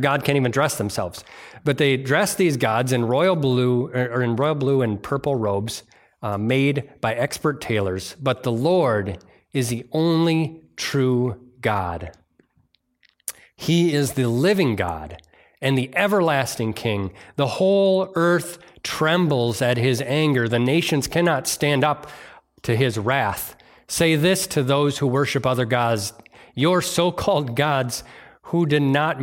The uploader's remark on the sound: delivered on Sunday, July 23rd, 2023 at Bible Center Church in Maiden Rock, Wisconsin.